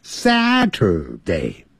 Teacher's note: Saturday，由高音往低自然下降。